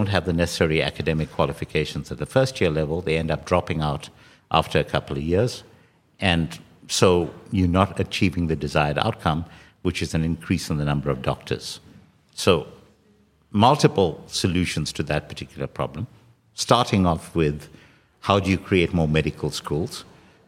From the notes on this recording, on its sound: With a live audience at a special CliffCentral event.